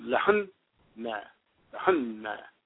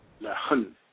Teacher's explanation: it's emphasis on the first of the doubled letters, and then you smooth it out on the second letter · Term: shadda